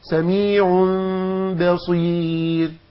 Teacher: يبقى احنا اطبقنا الشفتين اطباقا غير كامل، وعند النطق يعني ملامسة، فرجة لا تذكر، ملامسة خفيفة، وعند النطق بحرف الباء طبق إطباقا كاملا. · Term: حكم الإخفاء